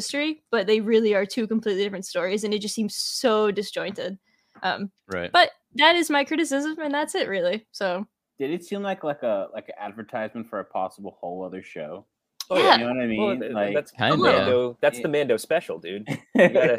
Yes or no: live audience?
no